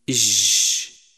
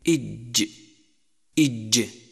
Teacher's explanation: يجب عدم همس حرف الجيم، وذلك بحبس النفس حتى لا تصير شينا أو ممزوجة بالشين · Shown in: second take · فلا تقل إج ولكن إج إج.